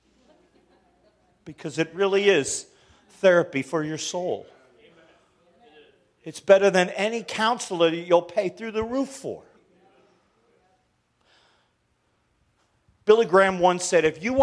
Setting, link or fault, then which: setting, live audience